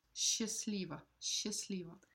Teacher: The T isn't pronounced. Yeah, there's there are a few things in Russian where the, the consonants don't all need to get pronounced.